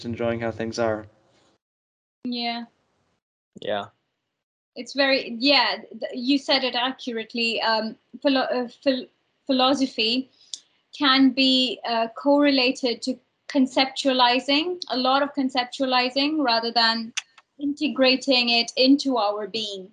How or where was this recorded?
video call